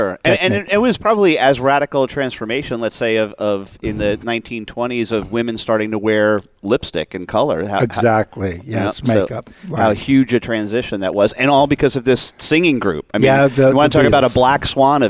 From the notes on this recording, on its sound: Live Broadcast at the The IPBC IGNITE Conference.